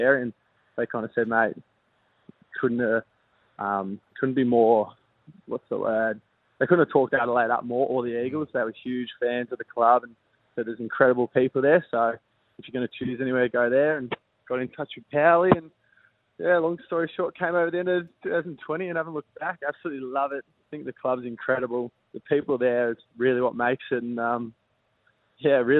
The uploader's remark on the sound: Jumped on the phone after the clubs round 2 victory over the Redlegs.